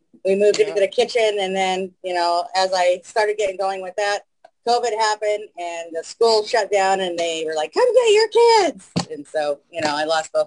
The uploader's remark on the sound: Stopped by to chat with us on Zoom.